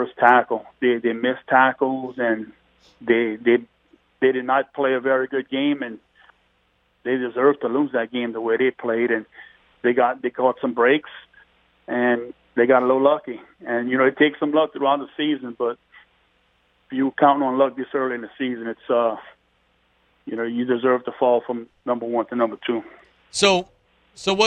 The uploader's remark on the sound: We then go to the phones